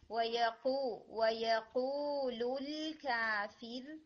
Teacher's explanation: قاف جو ہے وہ فارورڈ ہٹ ہو رہا ہے آلموسٹ کاف کی جگہ سے، تو اس کو تھوڑا سا پیچھے سے ہٹ کریں